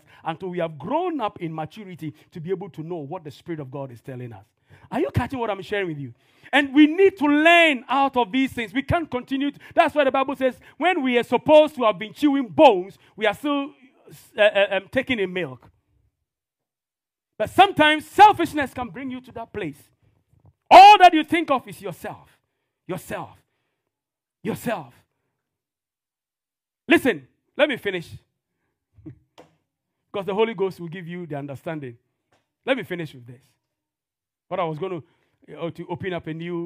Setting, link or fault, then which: setting, large echoing room